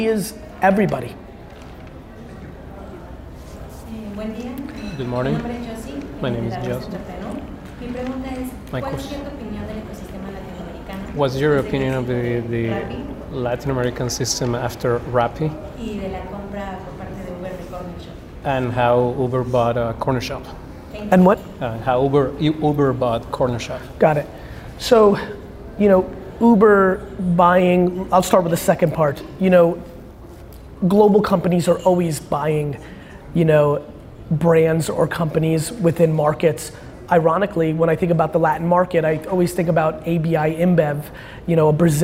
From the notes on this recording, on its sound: In this episode I share a Q&A from a press conference I did on my trip to Mexico.